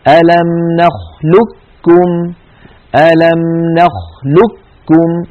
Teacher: بإدغام القاف في الكاف إدغاما كاملا مستكمل التشديد، يكون النطق فيه بكاف مشددة. لذلك لو فتحتم على سورة المرسلات في آخر جزء تبارك على الآية 20 تجدون بأن علماءنا علماء علم الضبط القرآني قد جردوا القاف من الحركة ووضعوا على الكاف شدة وضمة، ألم نخلقكم، فوضعوا على الكاف شدة وضمة.